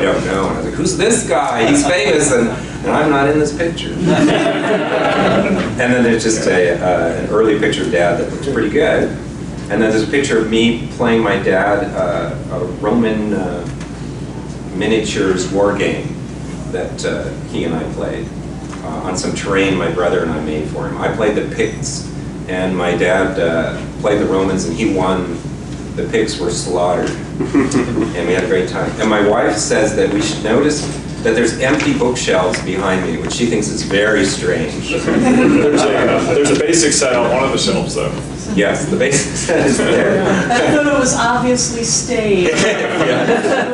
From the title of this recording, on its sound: Seminar at NTRPG Con 2-16